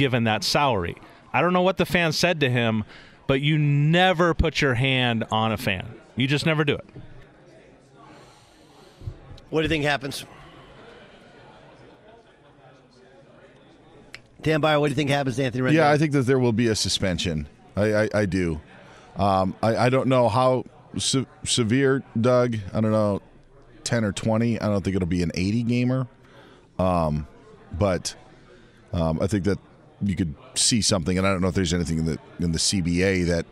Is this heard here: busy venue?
yes